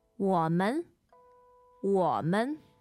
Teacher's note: so 我 is third tone. Yes. And 们 is neutral.